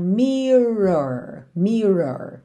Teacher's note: A palavra mirror tem duas vezes o R enrolado